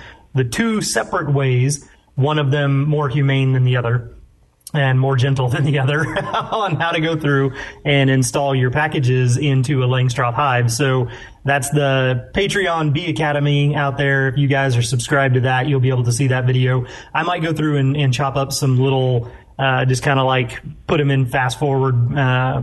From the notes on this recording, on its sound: The guys are forced to do their first ever episode via Teleconference and they aren't so sure they like it all that much. Despite all the crazy COVID19 restrictions and hurdles.